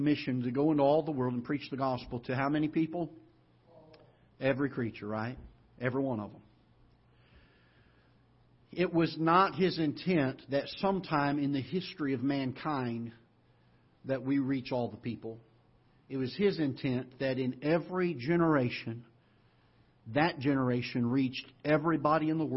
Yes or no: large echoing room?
yes